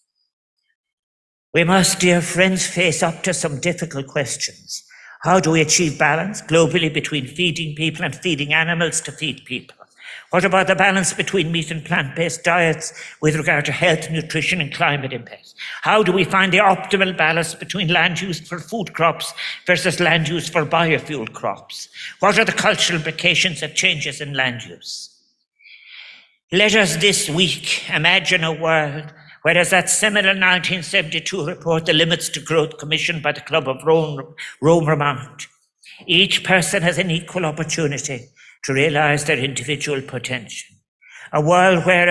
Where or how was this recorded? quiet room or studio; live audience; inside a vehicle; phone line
live audience